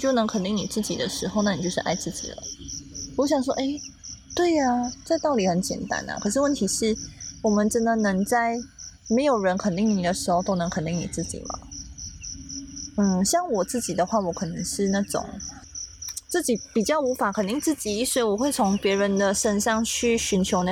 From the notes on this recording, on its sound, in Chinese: 那天的野外录音。我们在去露营的行程里，就在帐篷外面，架起麦克风就这么录音了。大家有没有听到很疗愈的大自然背景音呢。很好听的大自然ASMR就是我们这一集的背景音乐。非常的舒服，在野外徐徐凉风，还有满天的星空底下录音，真的是很特别的一个经历。